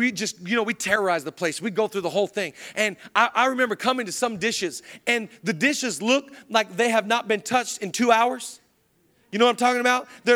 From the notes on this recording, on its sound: Zoe Church LA. Live from the El Rey Theater.